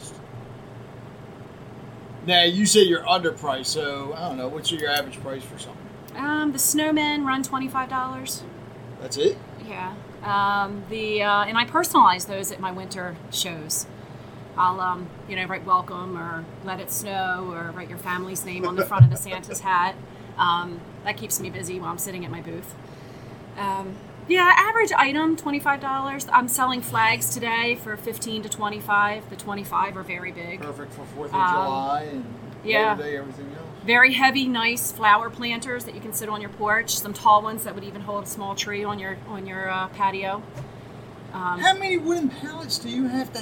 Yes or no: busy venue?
yes